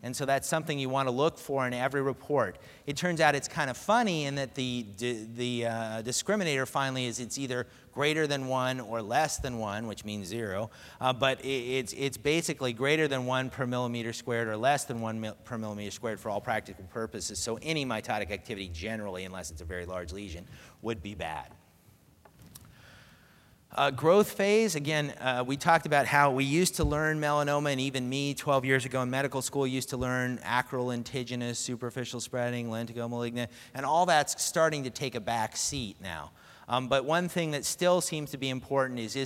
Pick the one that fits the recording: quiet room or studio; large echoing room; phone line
large echoing room